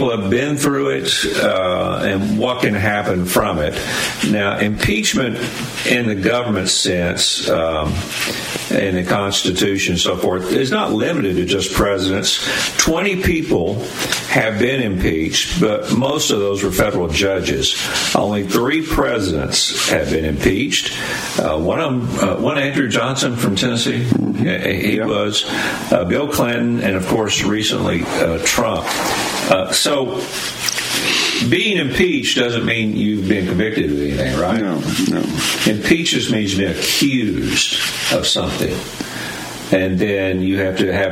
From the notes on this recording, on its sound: LIVE from The Bowery in Myrtle Beach